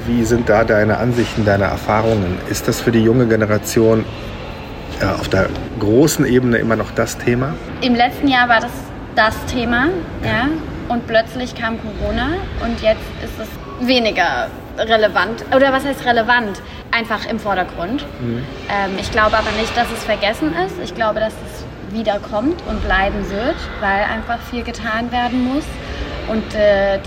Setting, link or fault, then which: fault, phone or laptop microphone